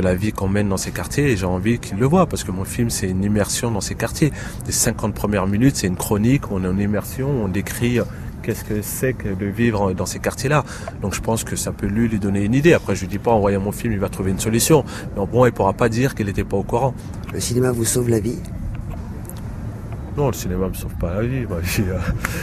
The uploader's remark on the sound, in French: En direct du festival de Cannes